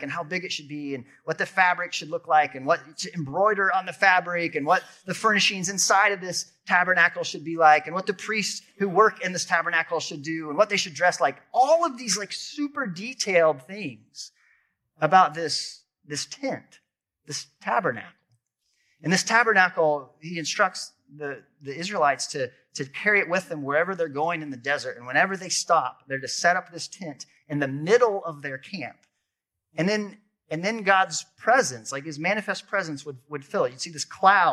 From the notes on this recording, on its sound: This episode is audio from a sermon